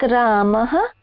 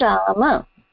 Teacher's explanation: It will be just like Ramaha. Ramaha, the visarga goes and it's just Rama. · Shown in: second take